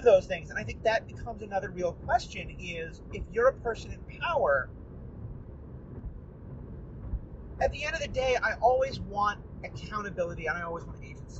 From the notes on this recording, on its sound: While zooming down a highway? We took advantage of another long car trip to bring you a car talk episode, recorded on a phone in a car.